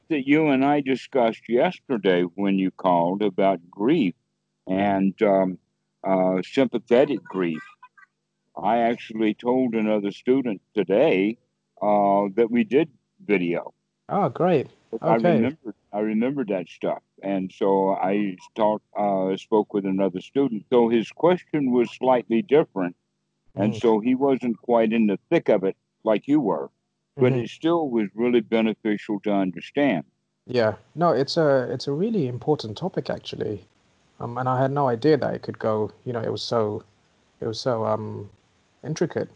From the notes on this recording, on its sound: skype calls on this channel